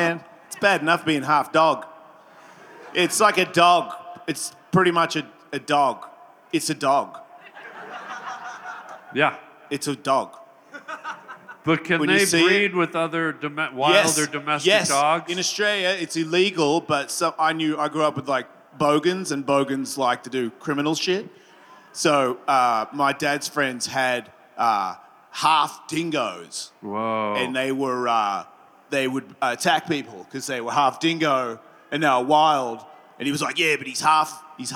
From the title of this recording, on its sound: LIVE at Skankfest 2023